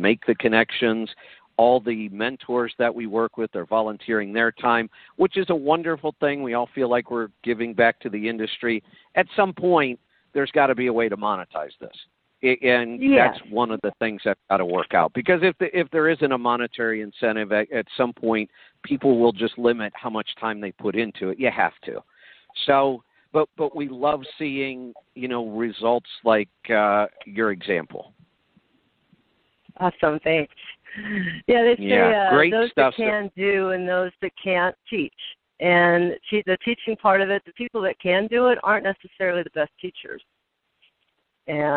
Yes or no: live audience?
no